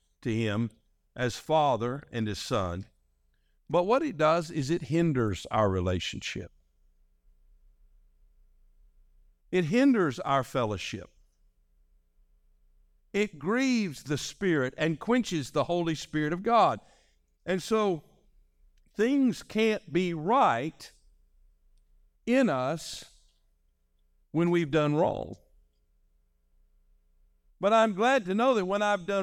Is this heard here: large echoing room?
yes